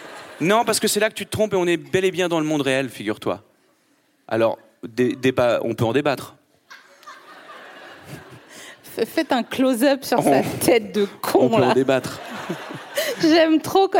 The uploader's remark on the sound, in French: Produit par Binge Audio. Enregistré le 10 octobre 2022 à la Scala Paris.